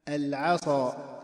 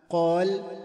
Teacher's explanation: فنجد أن الصاد أقوى تفخيما من القاف لاحتوائها على صفتي الإطباق والاستعلاء، وتقل عند القاف لاحتوائها على صفة الاستعلاء فقط.